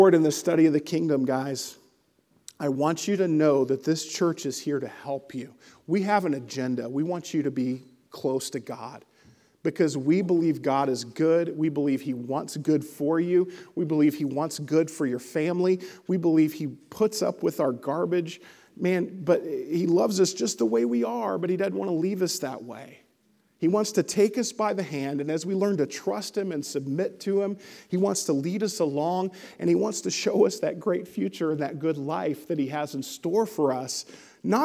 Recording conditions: large echoing room